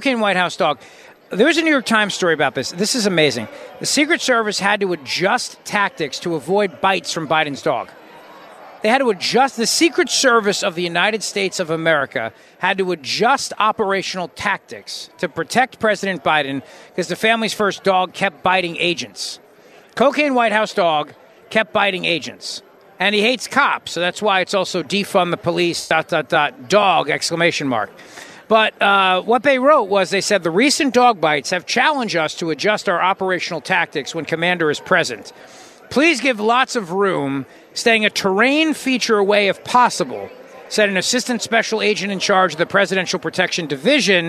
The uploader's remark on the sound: joins The … Show from CPAC in Washington, D.